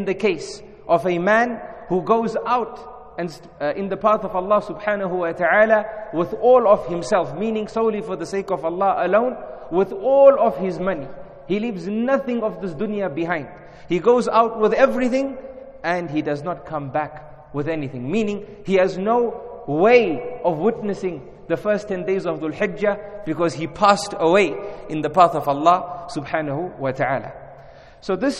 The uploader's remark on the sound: In this lecture conducted at Masjid Abbaas in Harare, Zimbabwe.